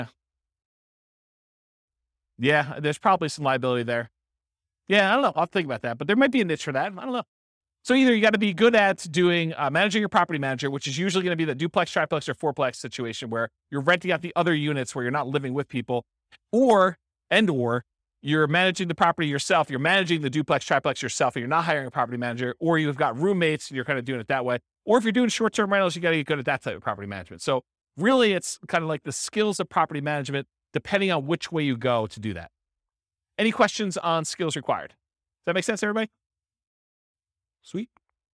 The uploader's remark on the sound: This was a live class recorded.